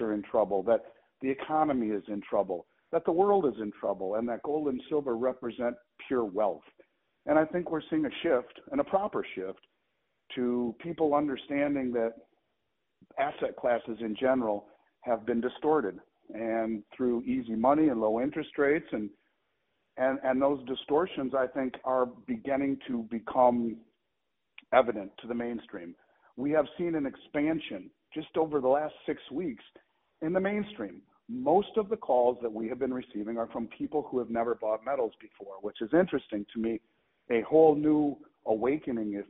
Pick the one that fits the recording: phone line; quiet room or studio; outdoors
phone line